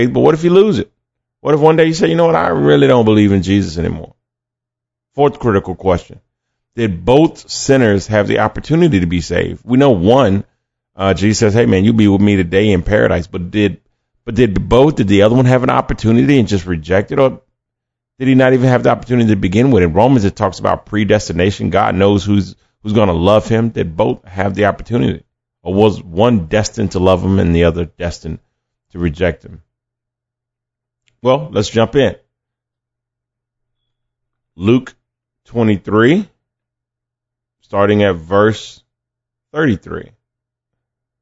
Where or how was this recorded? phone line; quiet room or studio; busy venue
quiet room or studio